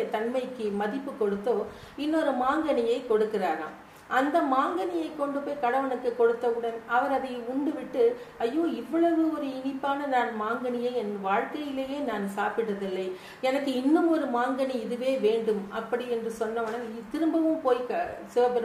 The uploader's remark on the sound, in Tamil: பன்னாட்டுக் கருத்தரங்கில் என் உரை